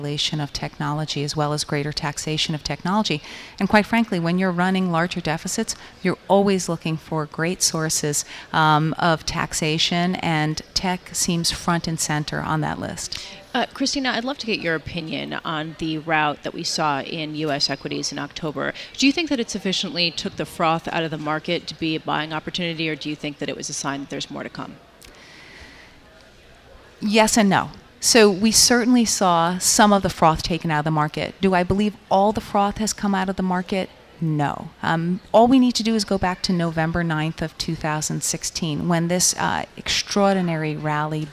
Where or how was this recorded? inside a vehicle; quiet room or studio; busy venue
busy venue